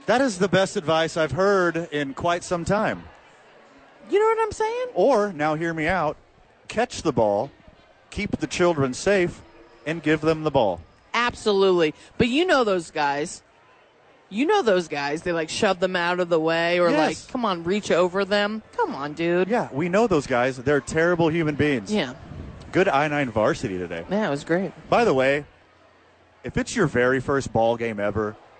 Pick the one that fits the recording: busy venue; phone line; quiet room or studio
busy venue